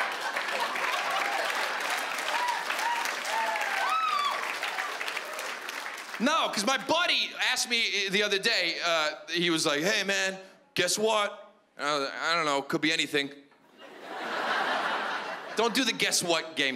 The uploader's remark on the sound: stand up from the Just For Laughs Festival in 2015